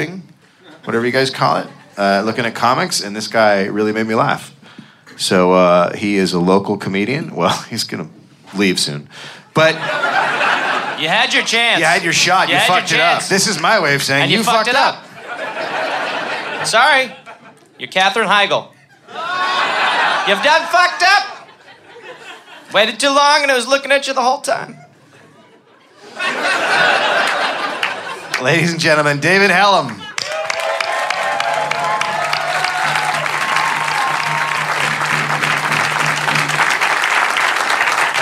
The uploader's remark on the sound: Live in Chicago